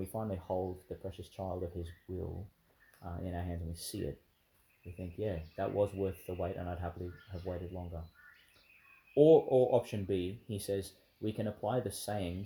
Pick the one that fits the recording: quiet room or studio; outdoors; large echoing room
outdoors